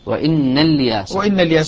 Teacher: بحذف الهمزة في الدرج، جعلها همزة وصل، همزة وصل، وإن الياس، وإن الياس، وإذا بدأ بها قطع إلياس عند البدء بها كحكم همزة الوصل دائما.